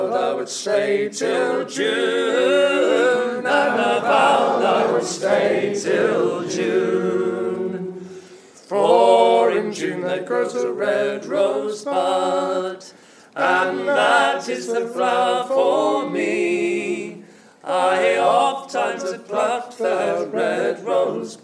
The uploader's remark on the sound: Live at South St Arts Centre, Reading. A bonus live track recorded last night at the South Street Arts Centre, Reading.